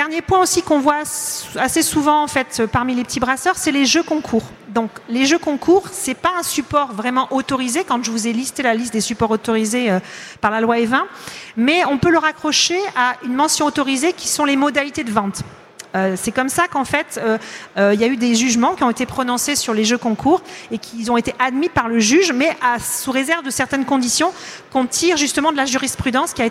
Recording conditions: live audience